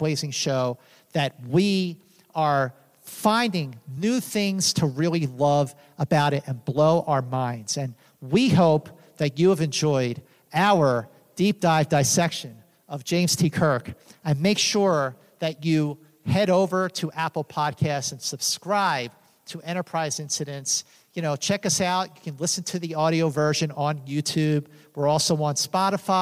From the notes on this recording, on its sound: Recorded live in front of an audience at Creation Entertainment’s “55 Year Mission” Celebration of “Star Trek” at the Rio Hotel in Las Vegas. Live podcast.